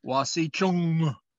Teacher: But in the Lakota language, these words often end in the word, in the letter N, and that N is pronounced with a guttural sound, or a glottal sound. It's wasichung.